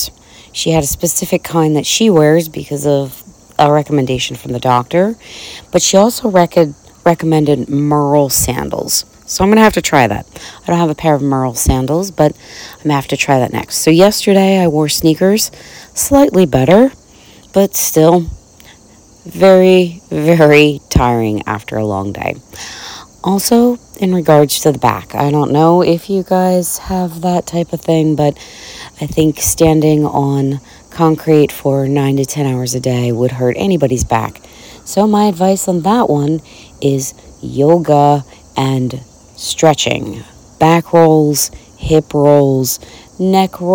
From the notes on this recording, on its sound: This episode comes live from my porch as I prepare for the final day of Kipona in Harrisburg Pennsylvania.